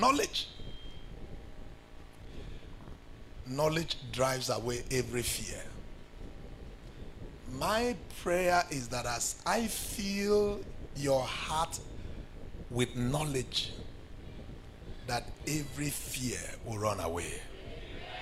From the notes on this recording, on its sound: This sermon was preached during our Feast of Champions, Mid Week Service on Thursday, 22nd September 2022